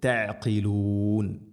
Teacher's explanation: ഐനും ശ്രദ്ധിക്കണം, തൊണ്ടയുടെ മധ്യഭാഗം. ഖാഫ് തൊണ്ടയുടെ മുഗൾ ഭാഗവും കഴിഞ്ഞ് ചെറുനാക്കാണ് ഖാഫ്